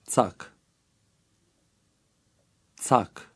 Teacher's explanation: The letter C is pronounced like the TS in the English word bats.